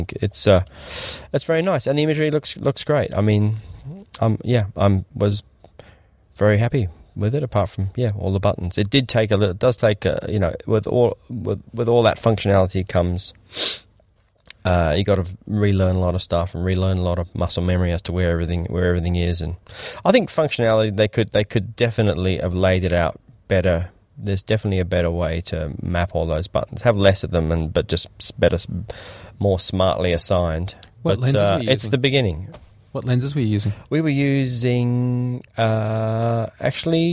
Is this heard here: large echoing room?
no